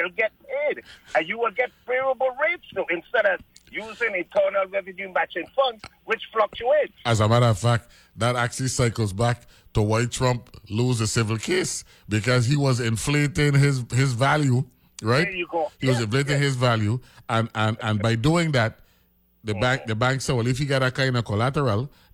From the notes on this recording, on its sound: on the phone